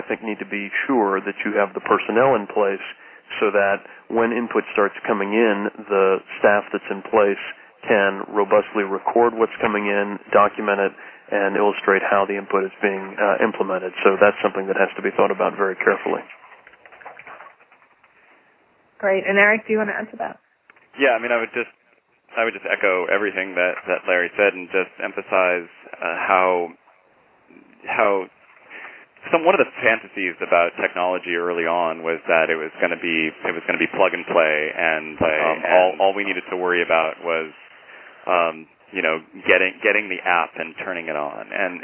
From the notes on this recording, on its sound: Call recorded on August 9, 2012.